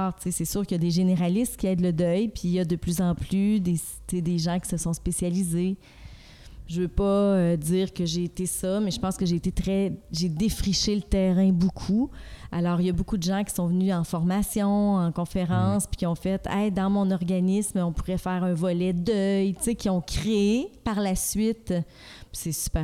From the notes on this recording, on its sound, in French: Le podcast a été enregistré en août 2021 à la microbrasserie le Boquébière au 50, rue Wellington Nord à Sherbrooke